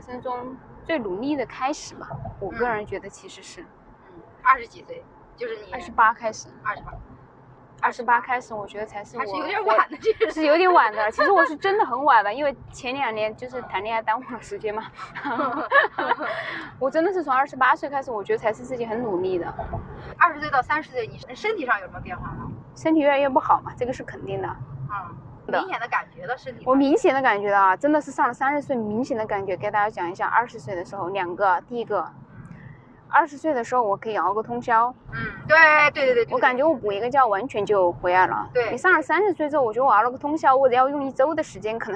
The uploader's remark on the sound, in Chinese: 这期是边开车边闲聊，音质稍微有点一般，见谅